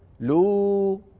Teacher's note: ابتعد عن الضغط على الأنف، لا تقل وقالوا لو، هذه واو ما فيها غنة